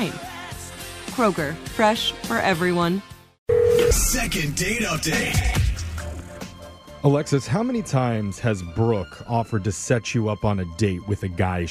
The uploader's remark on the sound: The woman on the phone today